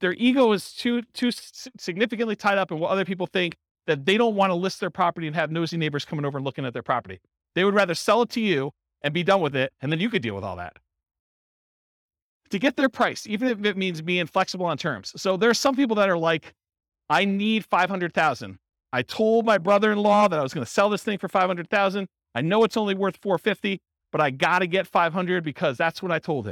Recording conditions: live audience